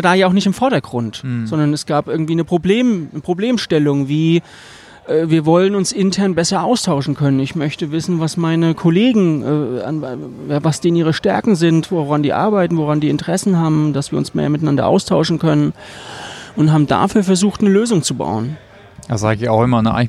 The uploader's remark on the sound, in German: Beim letzten Meetup spontan einen Podcast im Biergarten aufgenommen, daher auch die Hintergrundgeräusche.